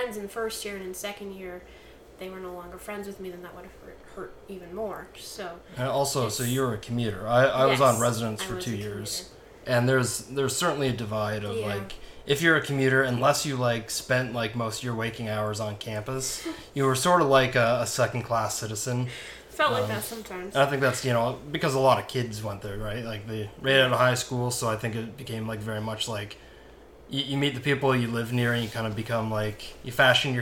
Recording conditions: sounds in the background